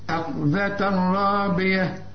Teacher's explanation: ما دام تلاقي تنوين في عموم القرآن بعد راء إدغام كامل بدون غنة